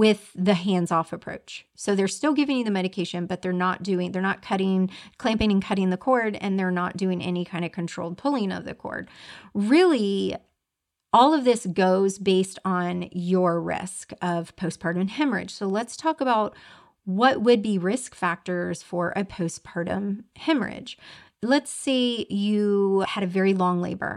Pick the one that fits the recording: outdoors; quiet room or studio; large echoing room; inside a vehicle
quiet room or studio